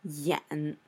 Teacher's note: So an interesting thing about Jing Yan's name is that the third character of his name, Xiao Jing Yan, Yan, that character is not actually read with the second tone. It's supposed to be the third tone